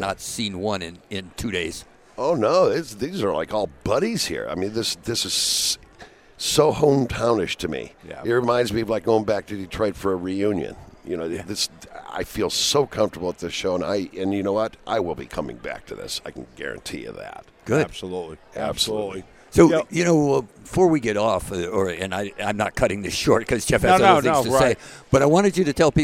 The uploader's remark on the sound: Broadcast Day 2 Live from the Phoenix Comicon! Interviews LIVE from the floor of Phoenix Comicon!